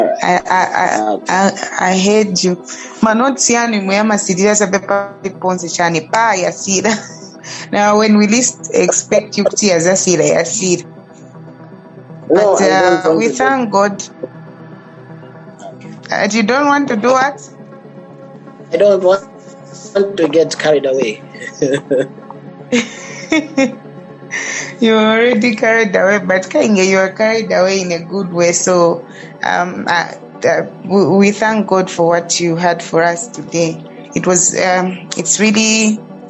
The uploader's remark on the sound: youth zoom meeting